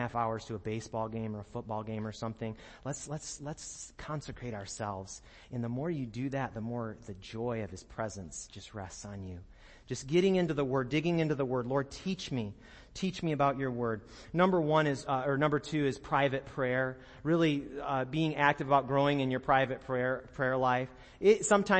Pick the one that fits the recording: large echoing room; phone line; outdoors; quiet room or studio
large echoing room